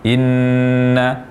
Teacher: ketika bertasdid, gunnah pada huruf nun diucapkan dengan kadar yang lama, dengan gunnah sangat sempurna · Term: nun bertasdid